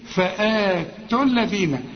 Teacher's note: انا لغيت الواو لانها ساكنة واللام ساكنة بتاعت الذين